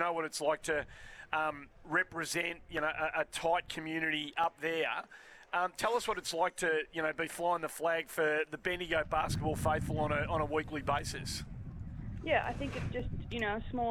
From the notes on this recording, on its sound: live from St Kilda v Essendon practice match